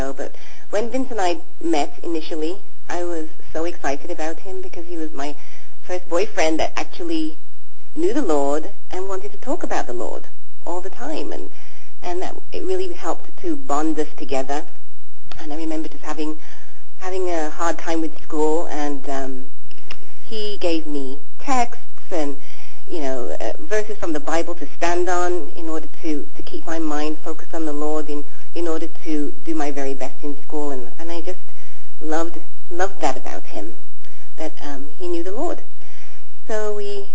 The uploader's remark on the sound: FEBRUARY 13, 2011 CONFERENCE CALL